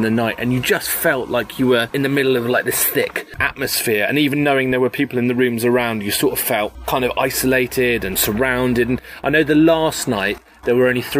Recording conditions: outdoors